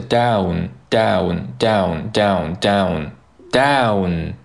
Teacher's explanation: 需要把舌尖顶到这个上颚颚的位置来发一个嗯嗯前鼻音